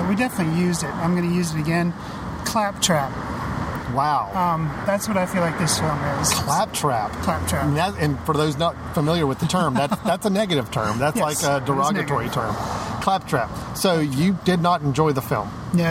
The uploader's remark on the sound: Brave the sunlight outside the studio and record in a park…in downtown Winston-Salem, NC...which just so happens to be hosting the 15th Annual RiverRun International Film Festival.